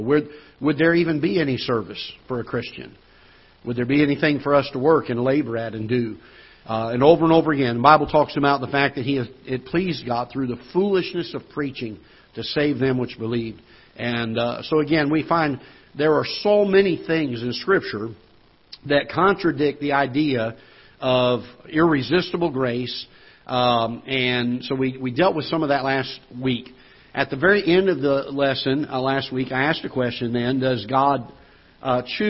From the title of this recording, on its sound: Ketha Heights Baptist Church ~ Live Broadcast